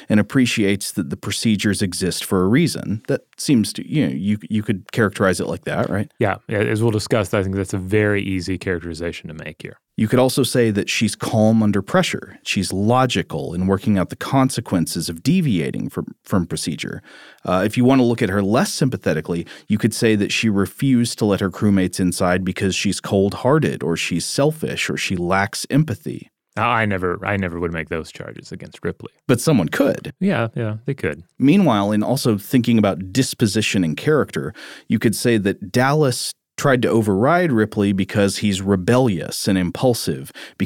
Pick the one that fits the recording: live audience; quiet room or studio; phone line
quiet room or studio